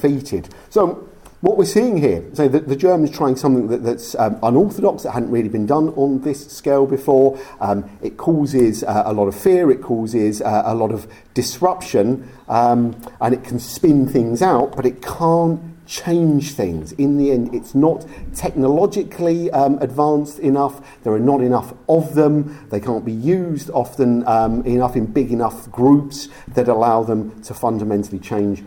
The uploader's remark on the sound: Recorded live at the Cork Great War Conference in October 2023.